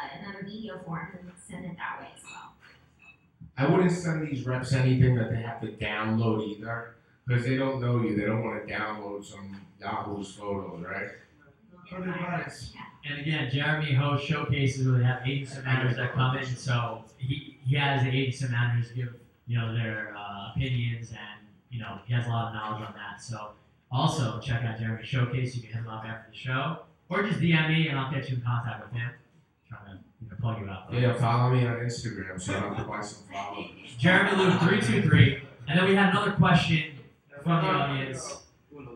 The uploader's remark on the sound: This episode we had some audio issues.